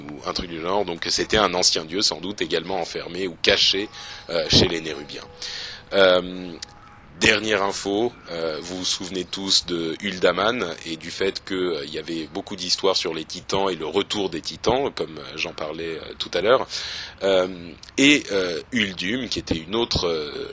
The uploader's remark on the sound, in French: En direct de la Blizzcon